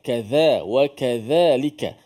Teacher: Okey, yang pertama وَكَذَلِكَ، itu tidak ada apa, kalimah tu biasa kita sebut dan huruf ذَل di situ hendaklah di hujung lidah kita kena keluar sedikit menyebut huruf ذَ